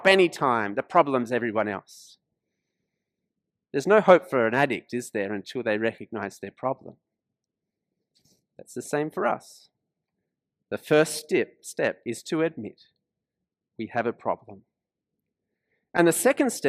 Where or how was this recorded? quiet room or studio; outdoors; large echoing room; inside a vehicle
large echoing room